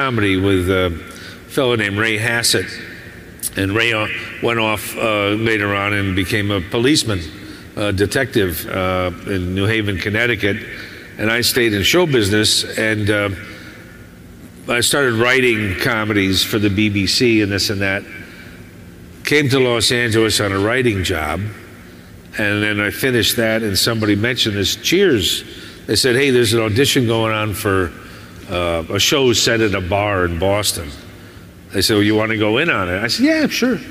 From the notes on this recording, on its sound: Hear his live panel from Chicago.